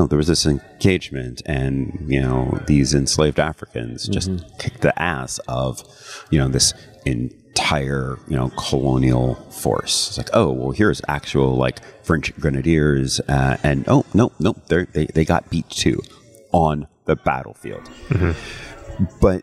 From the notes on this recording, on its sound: The second of two Designer Deep Dives we recorded on the ground at GEN CON in August.